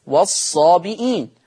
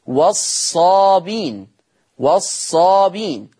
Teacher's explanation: يقرأ حفص بالهمز والصابئين. أما ورش يقرأ بحذف الهمز فتصير والصابين والصابين.